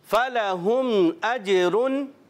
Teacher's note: ہا کی ادائیگی کلیئر کریں گے، یہاں غنہ نہیں کریں گے